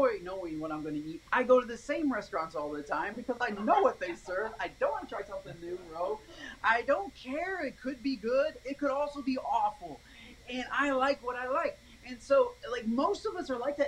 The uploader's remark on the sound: Recorded online over a FaceTime call.